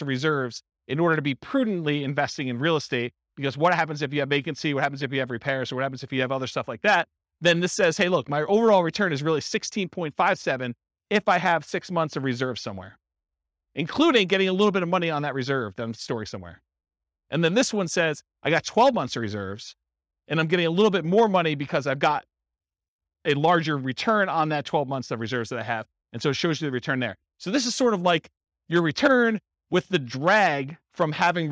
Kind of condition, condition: setting, live audience